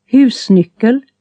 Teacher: It is this falling-rising melody that makes Swedes sound as if they are singing when they speak. It's generally called accent two.